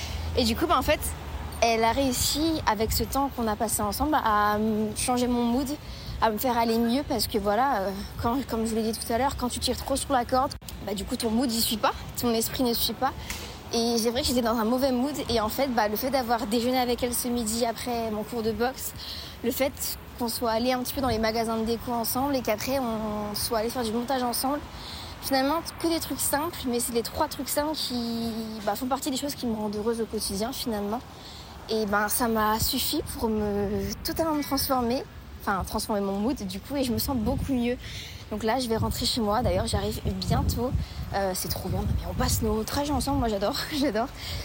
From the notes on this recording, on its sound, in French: Un épisode enregistré sur le trajet du retour pour rentrer chez moi ( au cocon parisien pour les intime).